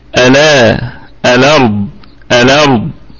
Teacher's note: تنقل حركة الهمزة الى الساكن قبلها يعني الى اللام فتكون هنا اللام ألا الأرض الأرض هكذا. · Term: النقل